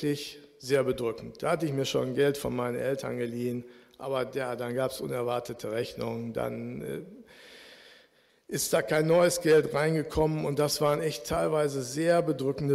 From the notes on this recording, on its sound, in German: Aufzeichnung der Predigt des Gottesdienstes.